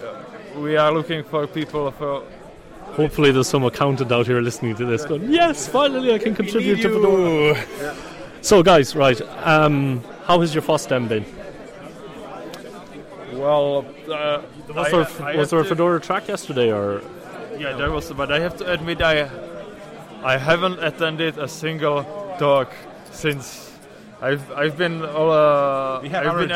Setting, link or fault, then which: setting, busy venue